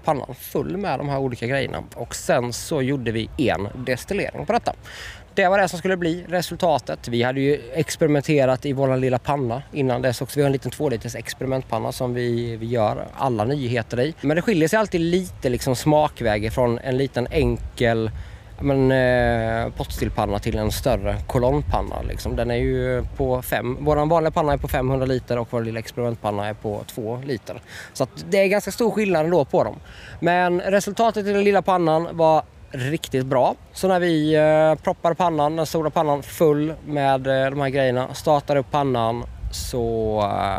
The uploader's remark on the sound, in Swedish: FESTIVALSPECIAL. Här i vimlet på Dylta Bruk.